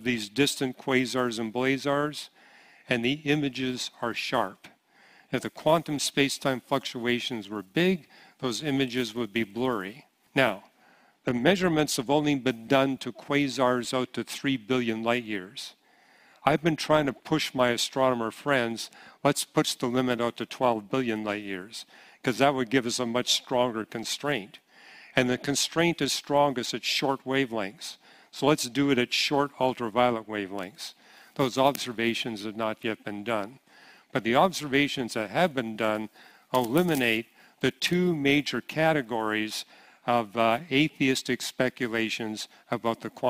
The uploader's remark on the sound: Q & A Session Pt 3 – 2023 Apologetics Conference